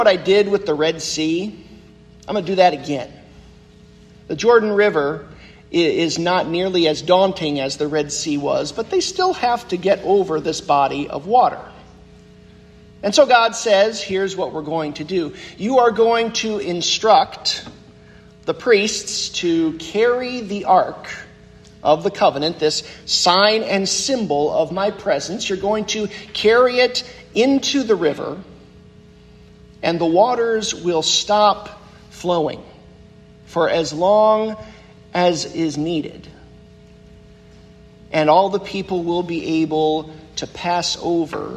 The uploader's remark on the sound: The sermon that I preached at Christ UCC in Orrville, Ohio on Sunday, November 5th, 2023.